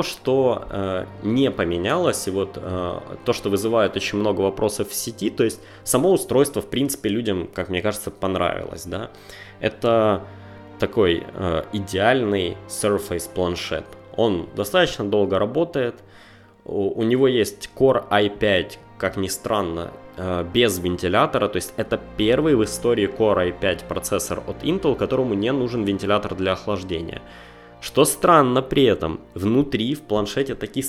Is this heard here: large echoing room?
no